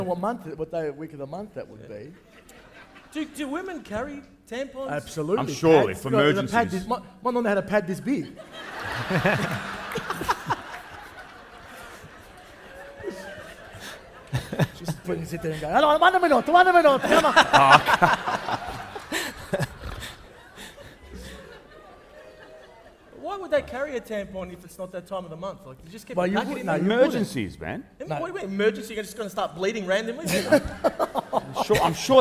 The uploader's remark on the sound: Live From Crown Casino